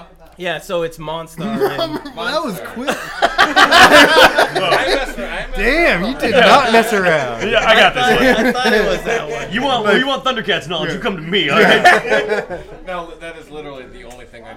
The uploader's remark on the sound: Recorded live at the Ol' Woofie holiday party.